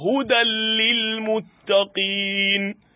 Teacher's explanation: za a sata cikin lamun kuma bi ghairi gunna ba tare da gunna ba · Term: idgham bi ghairi ghunna